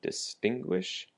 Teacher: Distinguish has the emphasis also on the second syllable.